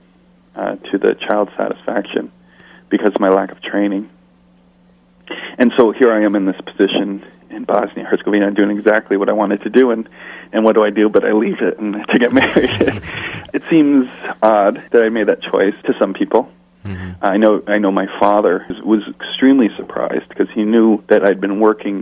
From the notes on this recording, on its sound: In this second telephone interview.